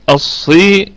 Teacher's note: الصاد في أقل درجات التفخيم لأنها مكسورة في الدرجة الرابعة من درجات التفخيم، والراء مفخمة الصيرة.